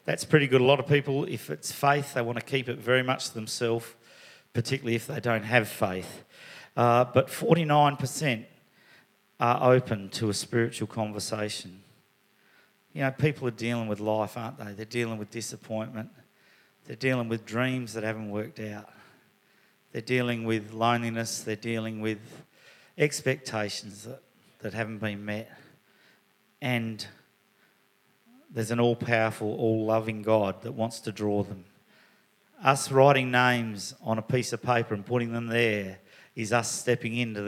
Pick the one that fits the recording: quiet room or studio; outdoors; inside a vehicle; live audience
live audience